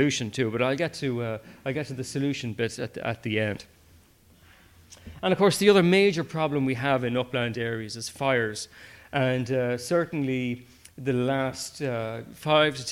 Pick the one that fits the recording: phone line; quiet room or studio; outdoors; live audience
live audience